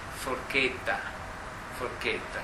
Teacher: e allora dice forchetta, ma non pronuncia forchetta con due T, con raddoppiamento consonantico tipico del toscano. Lascia andare il raddoppiamento, parlando in dialetto, e dice quindi forchetta, forchetta, che è una settentrionalizzazione, dialettizzazione lessicale, cioè fonologica, di una parola italiana.